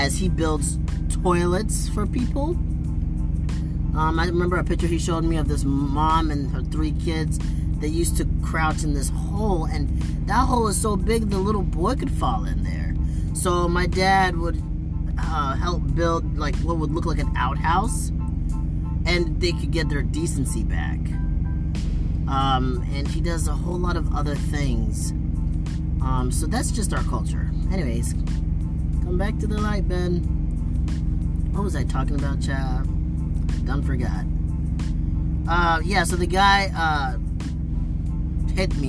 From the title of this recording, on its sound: Random Thoughts While Driving